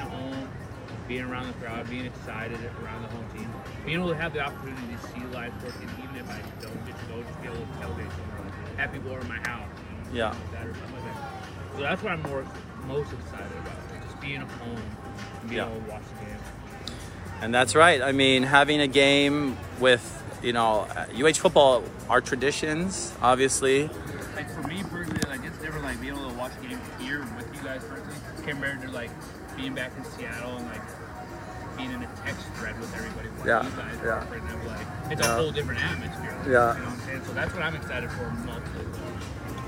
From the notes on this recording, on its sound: Live from Waikiki!